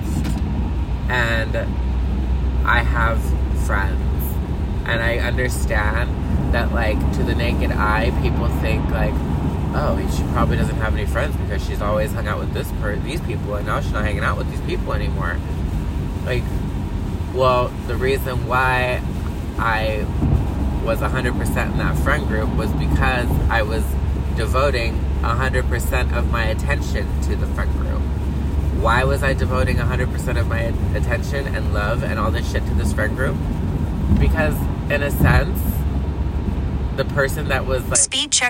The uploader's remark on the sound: Coming to you LIVE from the car again!